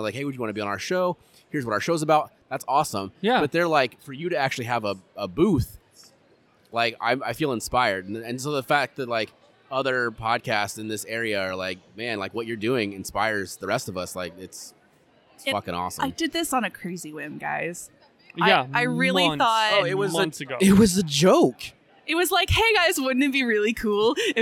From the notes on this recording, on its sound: Recorded on-location during day one of Des Moines Con 2023